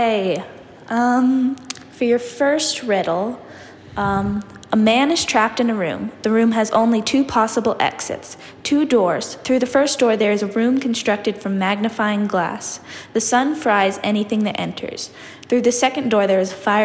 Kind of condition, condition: fault, echo